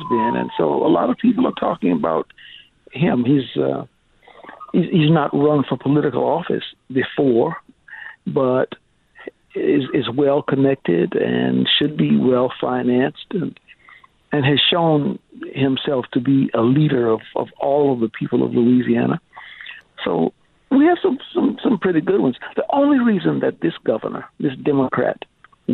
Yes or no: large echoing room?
no